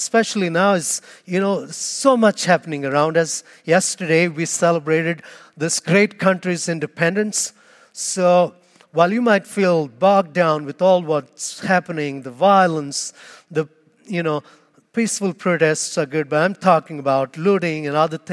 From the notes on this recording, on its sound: Homily Audio